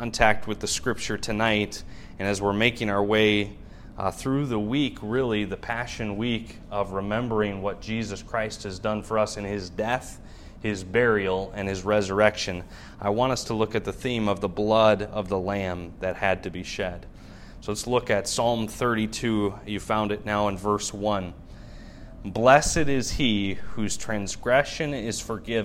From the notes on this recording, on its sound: Wednesday evening message preached from the pulpit of Shawano Baptist Church